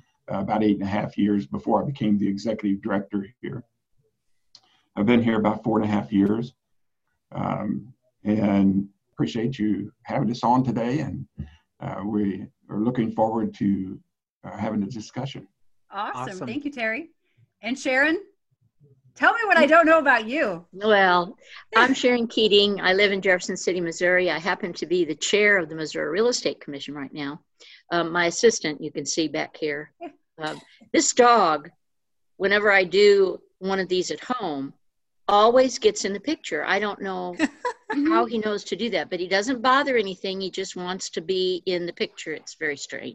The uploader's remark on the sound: sit down on Zoom for a round table discussion